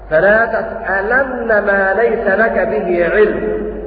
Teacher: قرئت بفتح النون وتشديدها: فلا تسألن ما ليس لك به علم